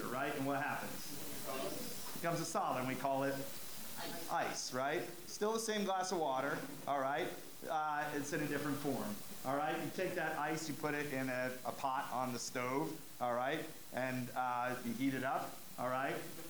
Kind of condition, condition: fault, poor sound quality